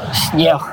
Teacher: і «С» мягкая, і «Н» змягчається, і на кінці ще «Г» перетворюється у «Х» – «Снег». Але так, гэта вельмі асіміляційна мягкасць, вельмі така адметная рыса беларуска маўлення.